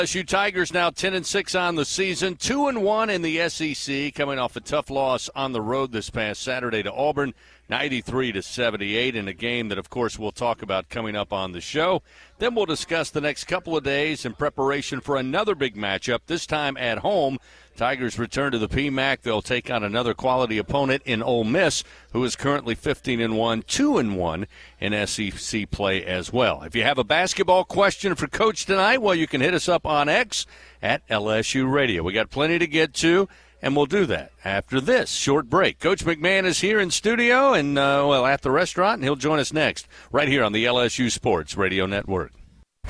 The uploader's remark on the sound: Radio call-in show. Aired live from TJ Ribs on Acadian Thruway.